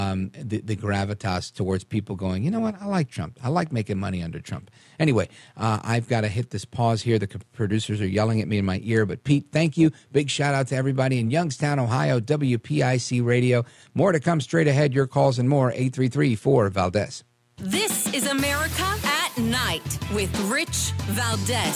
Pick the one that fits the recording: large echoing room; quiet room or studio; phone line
phone line